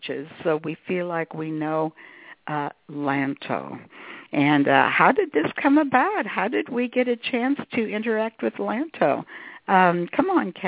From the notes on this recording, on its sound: She will do a channeling session live so that callers can call. Personal responses to callers during the special call-in segment. This radio show.